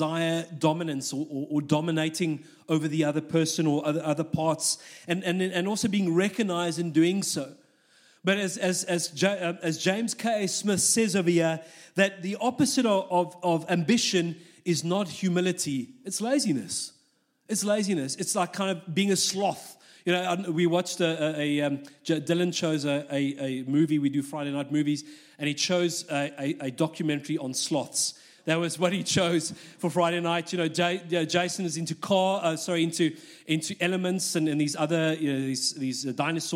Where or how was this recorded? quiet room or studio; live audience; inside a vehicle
live audience